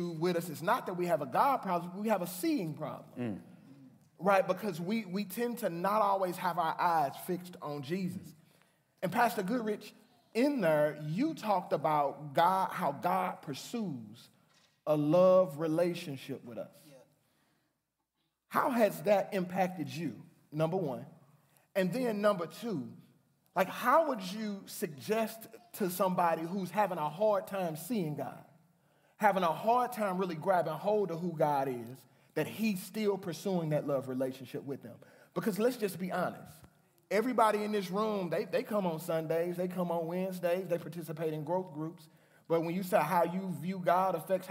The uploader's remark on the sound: Live Discussion Q &. The Pastors of Faith Community come together and give a live Q&A.